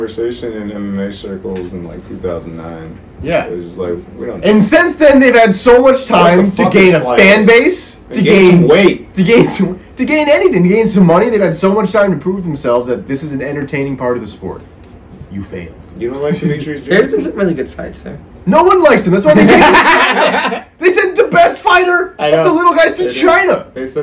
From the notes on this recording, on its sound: Sound is scuffed because we forgot to turn on the mics but tbh its good enough